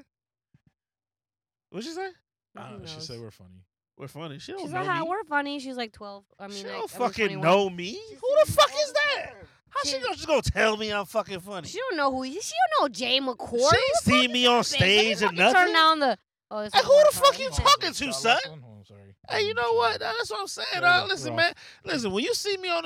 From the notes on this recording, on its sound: We are in the car. Recorded at Thank You Miami.